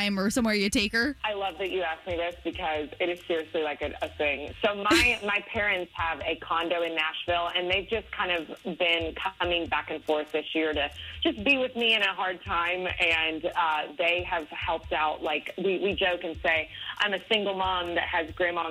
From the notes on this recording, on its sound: We got a surprise phone call